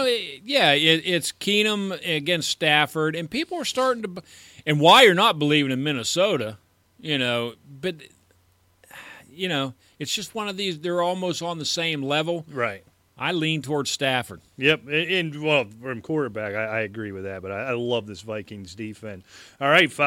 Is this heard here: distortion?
no